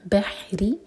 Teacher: ہو يعملون في البحر یہ حا حلق سے نکلے گا بحری را کے نیچے کسرا ہے تو را باریک ہوگا